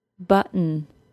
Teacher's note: I'm not adding any vowel between the glottal stop and the N sound, even though there is an O spelled there. · Term: syllabic N